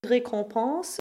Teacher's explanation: In récompense, the first en digraph here is the a nasal that we expect an en to make. So it's important to notice that the final syllable here is just a schwa and not another a nasal.